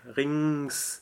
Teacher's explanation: it's really the NG sound, the ng, rings, and there's no K sound